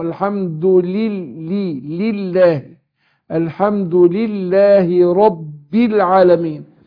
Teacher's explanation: هنا اللام عشان مجروره، اللام هنا مجروره فانطقها ايه؟ مكسورة ومرققة، رقق اللام